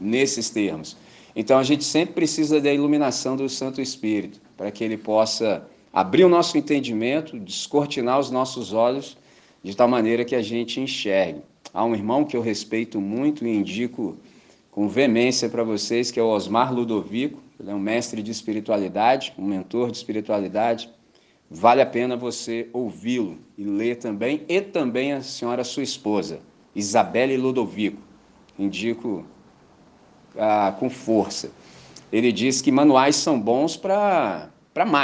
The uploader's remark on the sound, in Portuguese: Gravado na celebração comunitária da Missão Batista, dia 02 de Abril de 2023 em Candelaria, Volta Redonda, RJ.